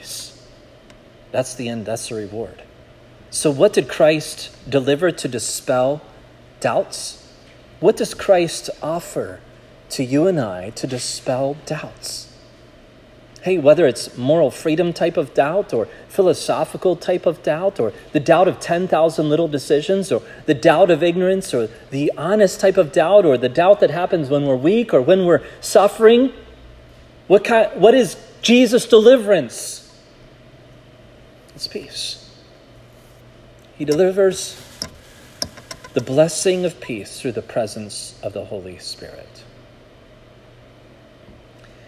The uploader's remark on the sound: This sermon was preached at Providence Church